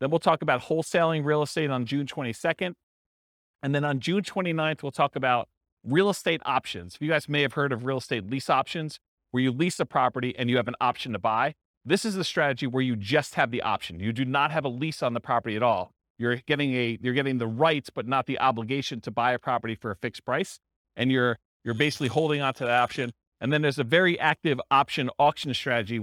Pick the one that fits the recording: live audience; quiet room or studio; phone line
live audience